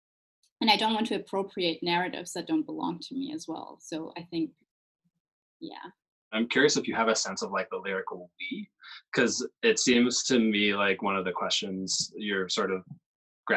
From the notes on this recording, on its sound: This episode is our first recording entirely remotely. No amount of ambient noise could get in the way of her sheer brilliance though.